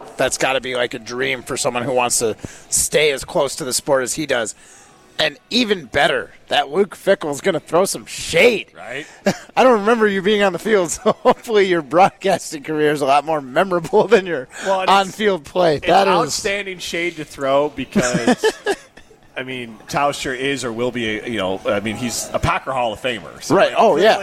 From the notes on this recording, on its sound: broadcast live from X-Golf in Middleton